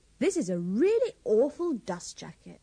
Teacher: don't pronounce the T in dust jacket and dust cover, or the R in paperback